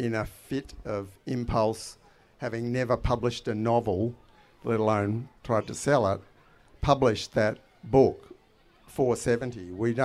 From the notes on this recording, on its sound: This episode is the final live headline conversation from Renew Fest in May. In this live conversation.